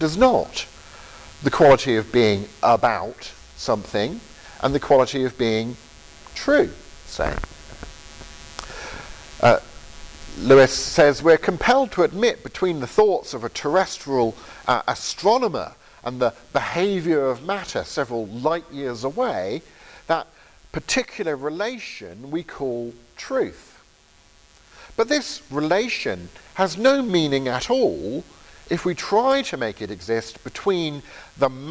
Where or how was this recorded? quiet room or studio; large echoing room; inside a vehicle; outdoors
large echoing room